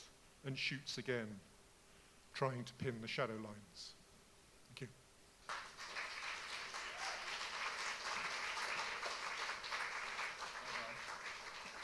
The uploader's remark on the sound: Audio from the Brixton BookJam, December 2017.